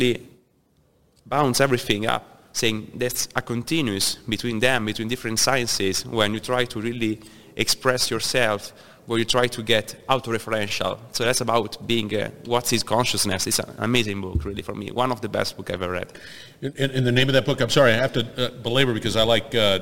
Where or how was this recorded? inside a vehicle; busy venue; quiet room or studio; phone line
busy venue